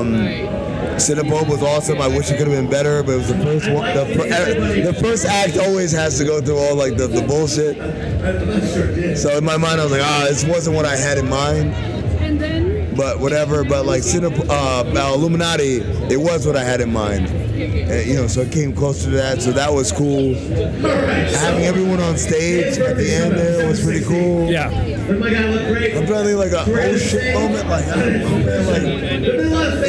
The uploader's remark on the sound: Some of the audio quality isn't the best, but that's what we get for trying to record a podcast during a rager!